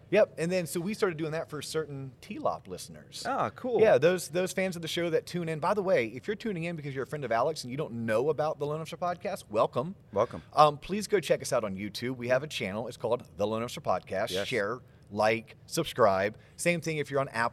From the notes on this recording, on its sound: Recorded from the Annual Florida Mortgage Bankers Association Conference